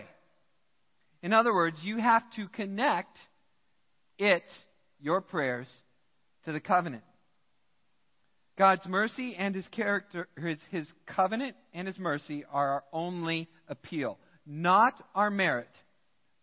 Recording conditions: large echoing room